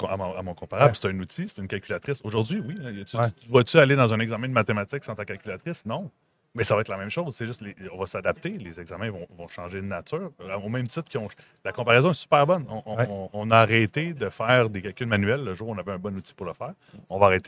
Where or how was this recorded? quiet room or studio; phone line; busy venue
busy venue